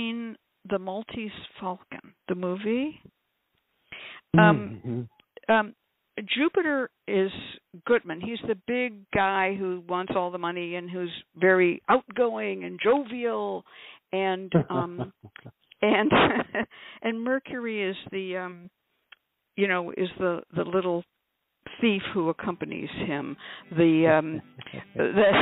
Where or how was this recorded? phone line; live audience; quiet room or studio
phone line